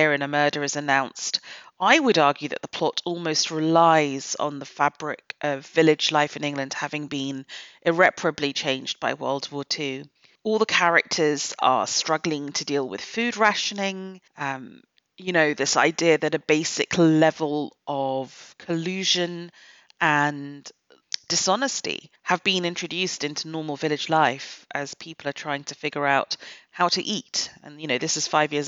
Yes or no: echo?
no